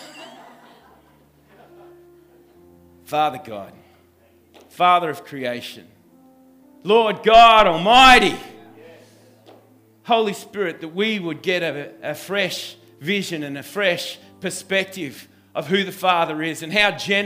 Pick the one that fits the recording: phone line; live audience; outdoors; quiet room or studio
live audience